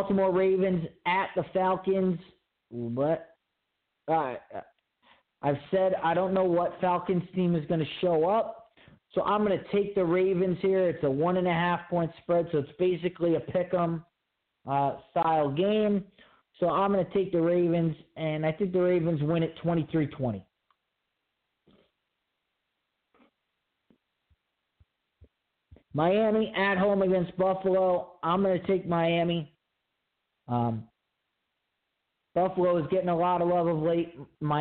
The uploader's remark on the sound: your phone calls and comments